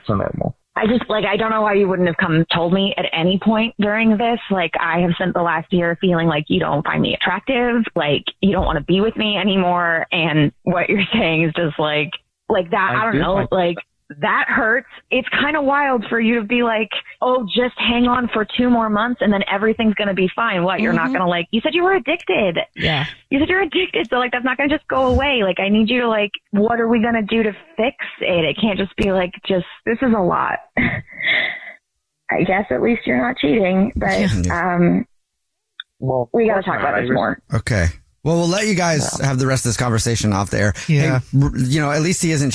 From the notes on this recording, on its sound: is on the phone today